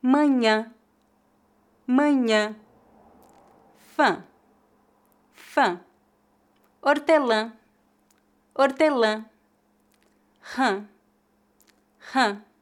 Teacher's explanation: A vogal A é a única que é nasalizada com o tio individualmente, geralmente em final de palavras. · Term: vogal nasal ã